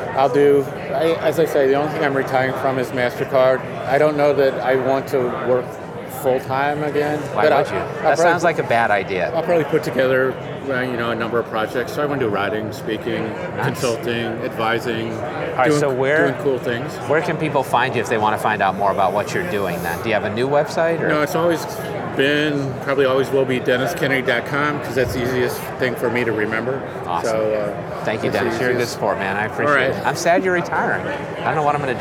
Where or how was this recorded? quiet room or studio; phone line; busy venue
busy venue